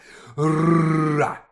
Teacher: А чтобы произнести звук «р», нужно приставить кончик языка к верхнему небу, однако ж под напором воздуха, силой вырывающегося из груди. Язык беспрестанно вращается на прежнее место, отчего происходит некоторое дрожание.